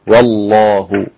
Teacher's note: ابدأ باللام في اسم الجلالة مغلظة